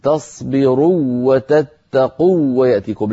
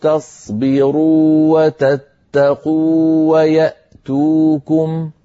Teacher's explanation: لا تدغم الواو المدية فيما بعدها · Shown in: second take